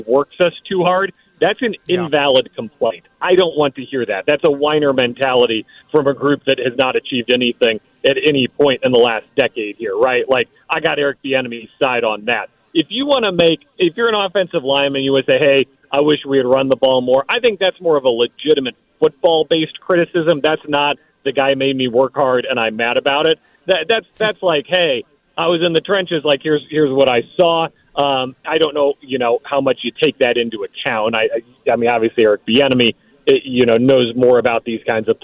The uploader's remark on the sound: We take some calls and get the fans' takeaways from the press conference. Live from Ashburn.